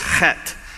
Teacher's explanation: And the TH is actually a hard T, so it's chet.